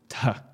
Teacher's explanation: The reason why Latin used this particular combination of letters to write the sound represented by theta is because theta literally sounded like a breathier T